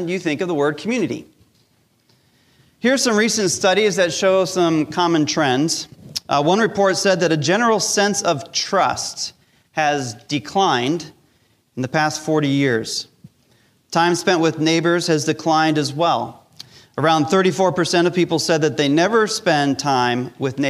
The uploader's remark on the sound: Recorded live during our Sunday Service